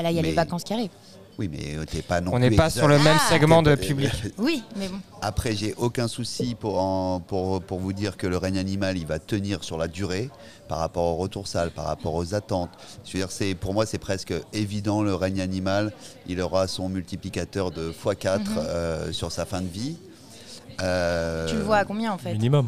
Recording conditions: busy venue